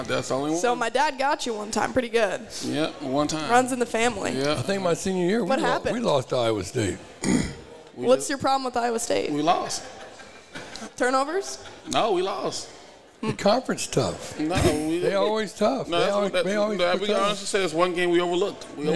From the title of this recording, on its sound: The Run Live at Hurrdat Sports Bar & Grill